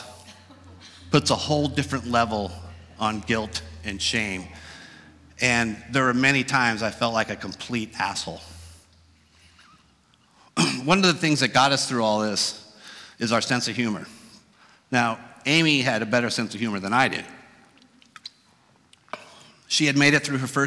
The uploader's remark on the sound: Live at The Old Church Concert Hall in Portland, OR. Portland Story Theater.